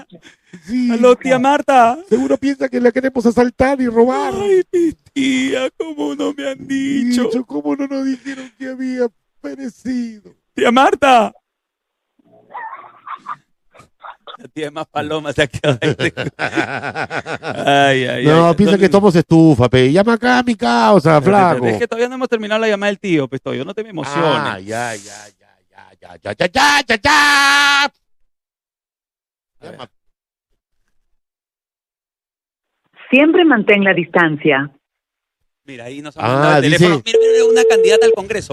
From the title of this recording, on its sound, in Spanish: Bromas telefonicas en vivo